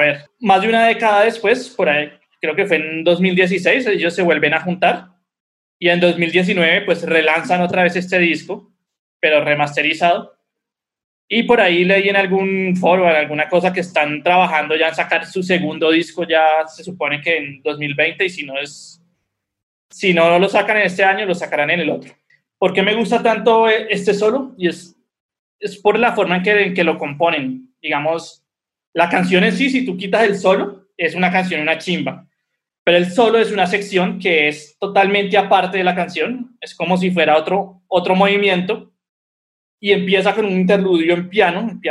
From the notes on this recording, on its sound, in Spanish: Episodio grabado el 20 de agosto de 2020 en línea, desde Bogotá Colombia.